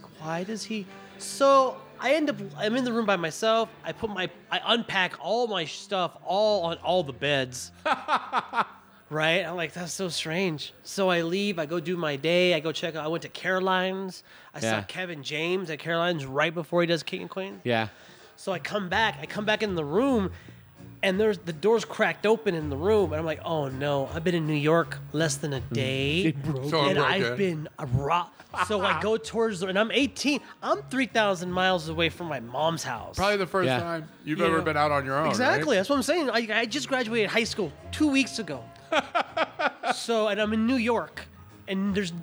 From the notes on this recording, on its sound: Recorded at Alpine Pizza in Flagstaff. Recorded at Alpine Pizza in Flagstaff, the best pizza in town!